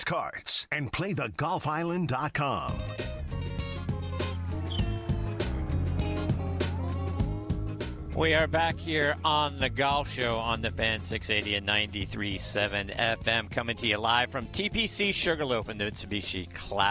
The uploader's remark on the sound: live from Fox Creek Golf Course